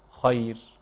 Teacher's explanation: نراعي ترقيق الراء ونراعي تفخيم الخاء خير هكذا تدخل فيها حركتان وست حركات وأربع حركات كما قدمنا.